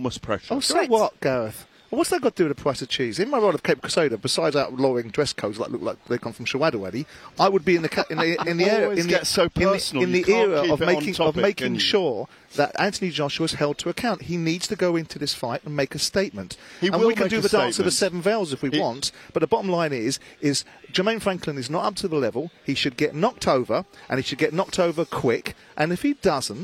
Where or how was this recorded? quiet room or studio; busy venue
busy venue